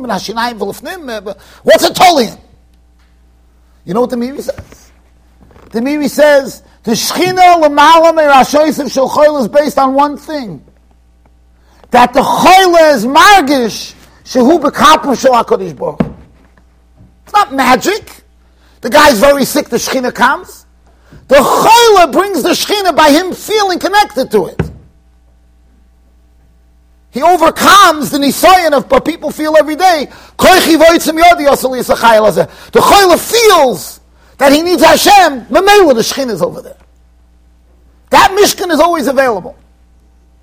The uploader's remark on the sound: Shiur recorded in Yeshivas Ohr Reuven, Monsey NY.